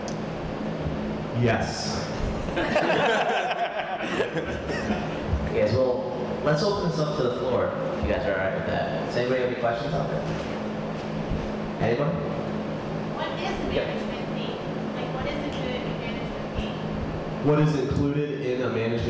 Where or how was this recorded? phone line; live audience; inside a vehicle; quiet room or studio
live audience